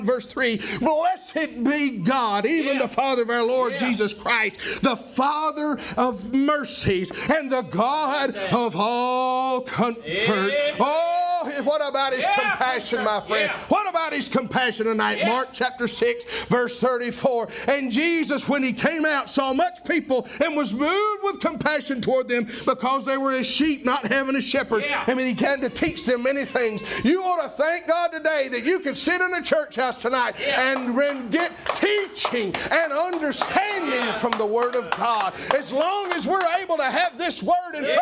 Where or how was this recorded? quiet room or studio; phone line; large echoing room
large echoing room